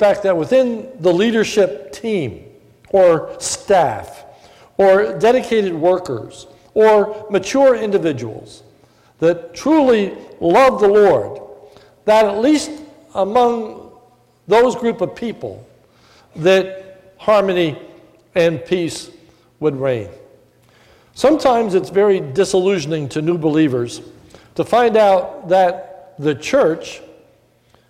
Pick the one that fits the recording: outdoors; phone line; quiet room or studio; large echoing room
large echoing room